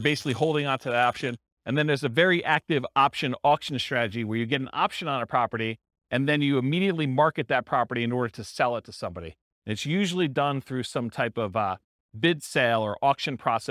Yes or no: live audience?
yes